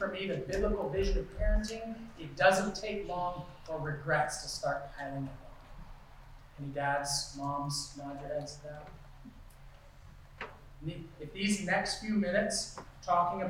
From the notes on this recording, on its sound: Due to electrical issues and power interruptions last Sunday, the audio quality is degraded.